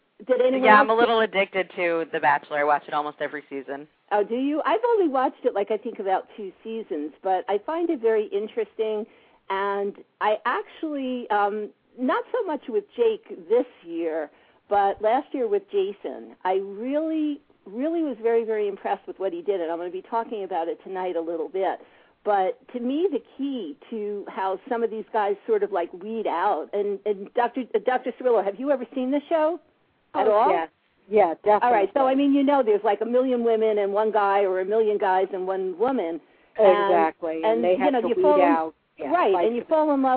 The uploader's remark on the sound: live call-in radio talk show